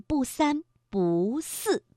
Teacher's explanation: 如果后面的字是去声，不在这里念阳平